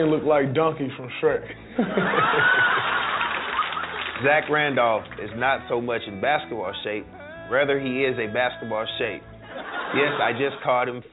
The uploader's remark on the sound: Live from Wrigley Field Bar and Grill